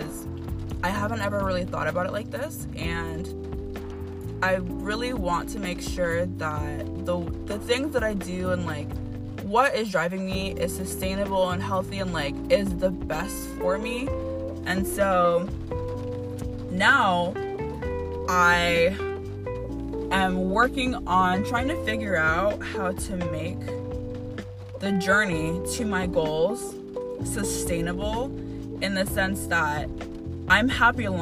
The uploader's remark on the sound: I wrote and re-wrote, recorded and re-recorded my first episode so many times all to just switch on the voice memo app and just record myself on the fly in the end.